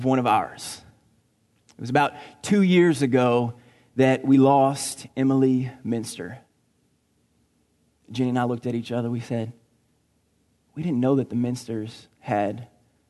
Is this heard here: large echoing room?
yes